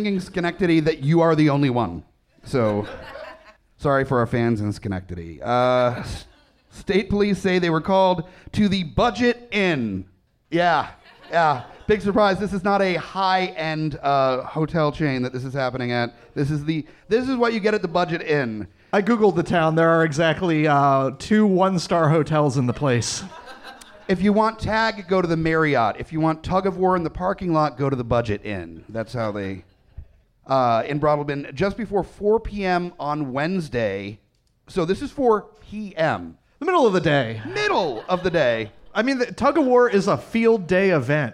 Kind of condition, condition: setting, live audience